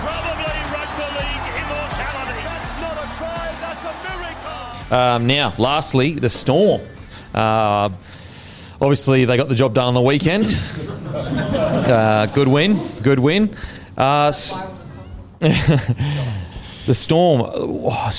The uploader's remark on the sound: in front of our live crowd